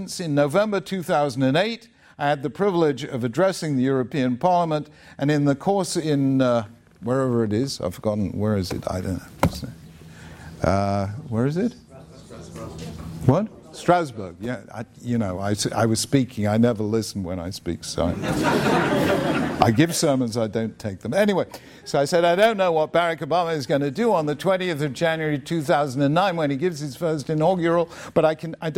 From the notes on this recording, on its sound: Spoke at Eastern University, a Christian non-denominational school in suburban Philadelphia, to a packed audience of students which also included a large segment from a local modern Orthodox school, Kohelet Yeshiva High School. It was presented by the Agora Institute for Civic Virtue and the Common Good, the Templeton Honors College at Eastern University, along with the Tikvah Program and the Beit Midrash program at Kohelet Yeshiva High School.